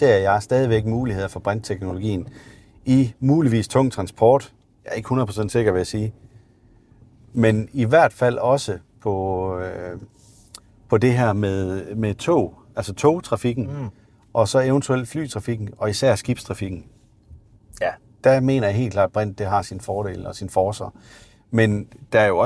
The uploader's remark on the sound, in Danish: Episoden er optaget i en Audi Q8 E-tron Sportsback